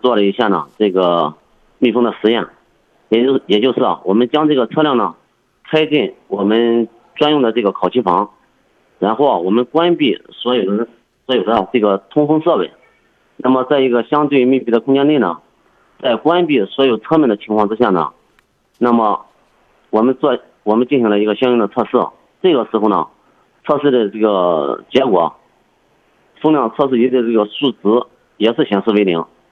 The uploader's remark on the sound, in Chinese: 节目现场联系汽车专家、鉴定专家、车主、4S店负责人